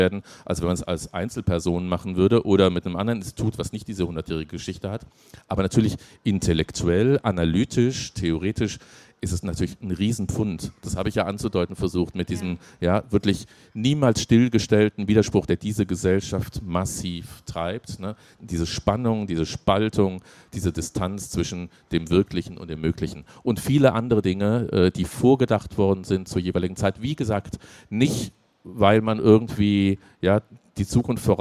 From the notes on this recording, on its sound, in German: auf der Leipziger Buchmesse